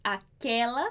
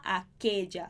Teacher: Aquela, com E aberto, a gente fala aquella, com E fechado